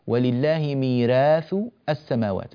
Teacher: رققنا هذه الراء لأنها مفتوحة وقبلها ياء ساكنة